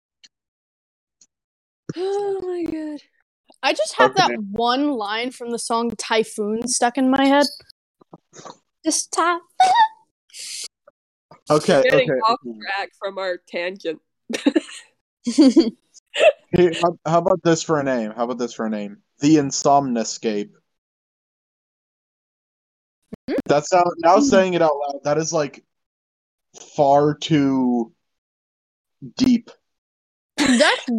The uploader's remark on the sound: Sorry that the audio quality is so bad.